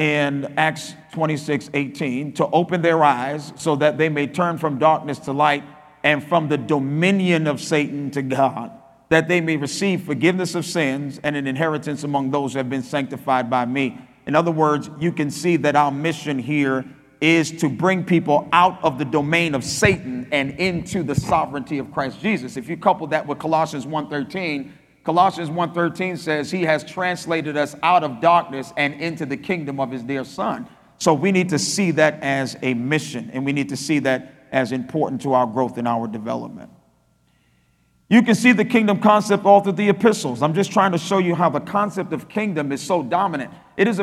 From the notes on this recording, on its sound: spoke at our REFRESH conference in Nassau, Bahamas